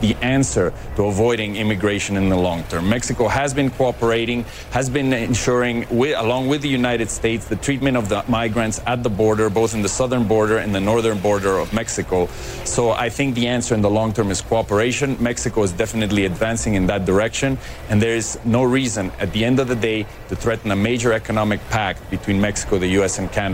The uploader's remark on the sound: live from the New York Stock Exchange